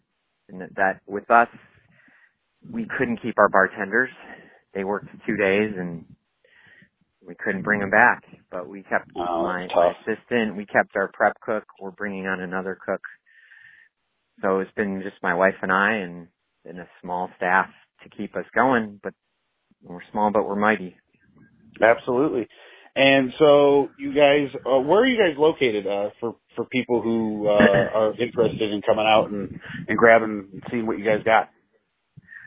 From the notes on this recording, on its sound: I chat via phone